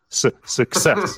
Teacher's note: the stress is on the second syllable. And that's because the first syllable contains the famous schwa sound.